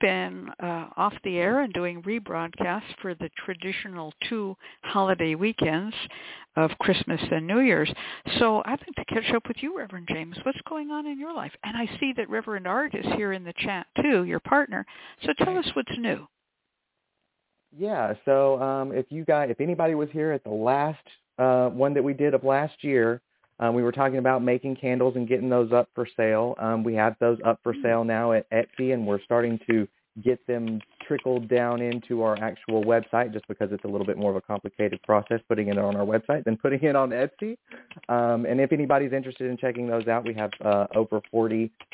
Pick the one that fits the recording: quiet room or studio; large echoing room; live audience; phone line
phone line